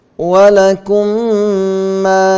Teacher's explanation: هنا وقعت الميم الساكنة بعدها ميم متحركة، فيكون حكمها الإضغام الشفوي